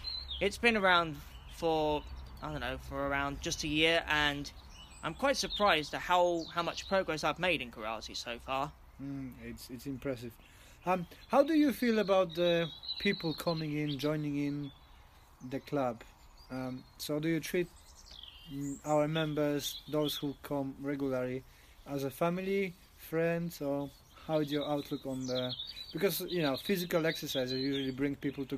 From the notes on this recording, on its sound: we had to record it outside so you have a nice background of birds